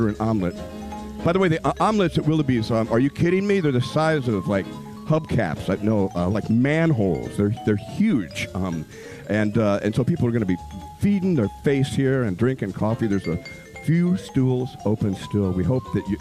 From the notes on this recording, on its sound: Live from Willalby's! Is on location at Willalby's on Willy Street, for a year-in-review with special guests.